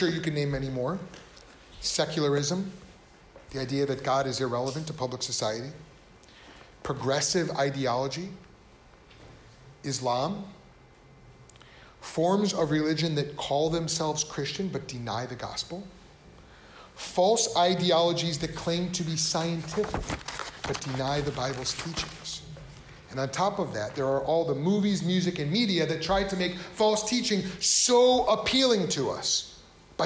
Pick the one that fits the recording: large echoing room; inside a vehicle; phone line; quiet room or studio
large echoing room